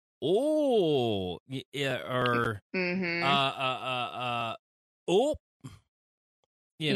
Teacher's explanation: if it's a long O sound, it tends to get drug out a little more